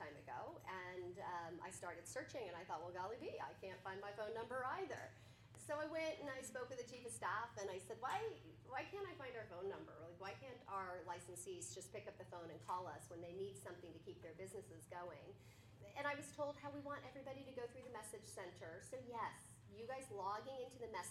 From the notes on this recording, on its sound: This conversation was held at the West Valley office of WeSERV in Peoria with a group of REALTOR® members as part of the WeSERV West Valley Fall Conference 2023